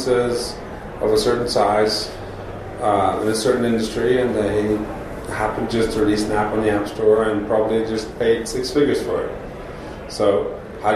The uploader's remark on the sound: This episode was recorded in a live venue, so please pardon some background noise.